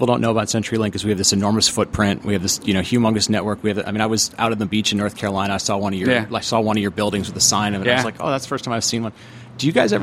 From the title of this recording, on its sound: Live from Cloud Foundry Summit